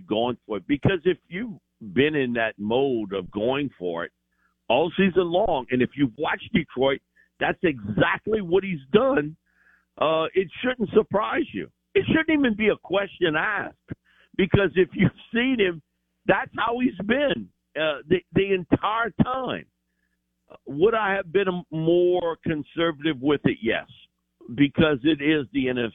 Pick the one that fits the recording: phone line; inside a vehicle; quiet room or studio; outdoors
phone line